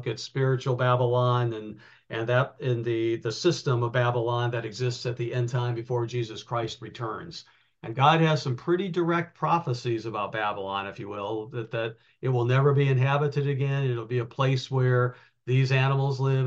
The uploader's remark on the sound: given on Wednesday nights by Zoom